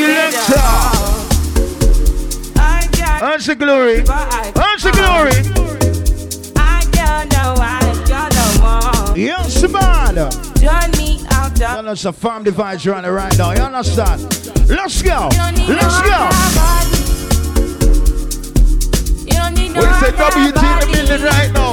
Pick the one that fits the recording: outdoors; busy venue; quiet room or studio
busy venue